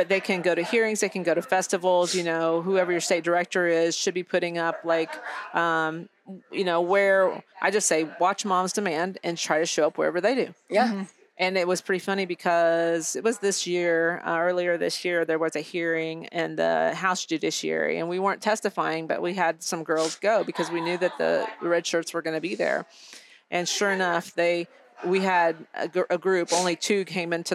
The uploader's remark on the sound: live from YWLS